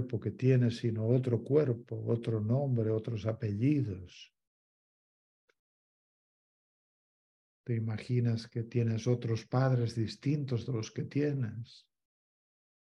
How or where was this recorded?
video call